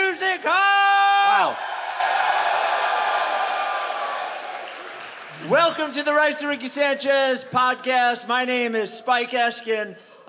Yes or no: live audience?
yes